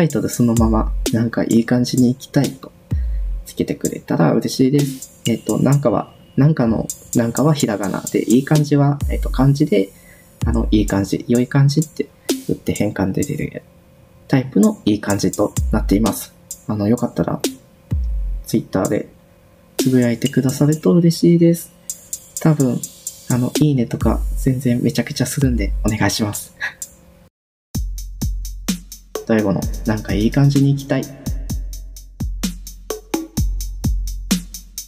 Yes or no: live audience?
no